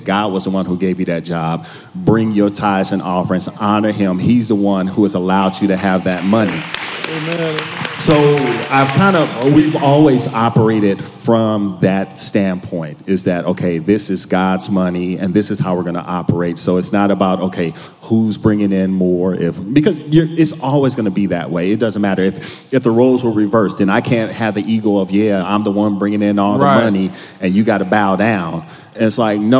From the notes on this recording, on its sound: This is the most realest conversation to take place in a sanctuary during a Sunday Service. Live at Word of Truth Church in Arlington, TX, we curated a panel of professionals.